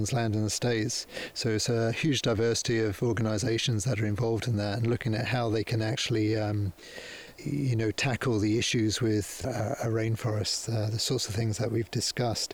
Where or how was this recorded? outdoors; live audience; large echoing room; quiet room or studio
outdoors